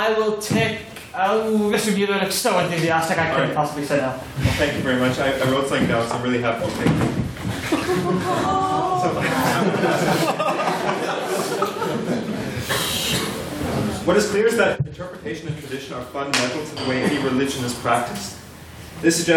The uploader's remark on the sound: Here is the recording of the second Ordinary Meeting of our 169th Session, where the house convened